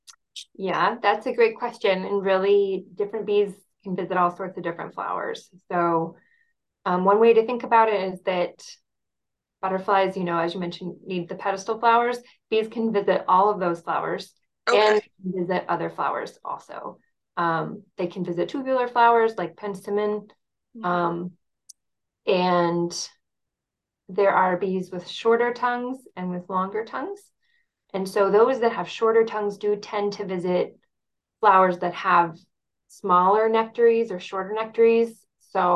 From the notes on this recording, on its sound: This is our first interview over Zoom so the audio does sound a little different at times.